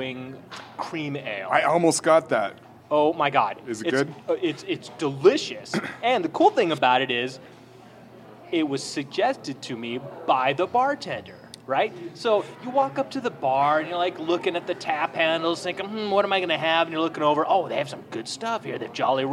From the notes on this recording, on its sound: Recorded live at Eastlake Zoo Tavern with absolutely no view of a lake so don't ask. Don't you dare call it billiards since this is a snooker table, bitch.